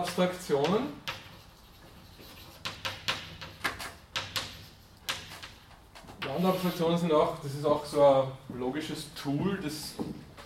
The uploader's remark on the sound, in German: Diese Vorlesung wurde von Studierenden aufgenommen